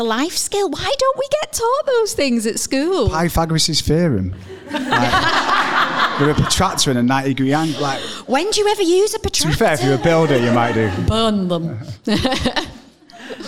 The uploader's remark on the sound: questions from the live audience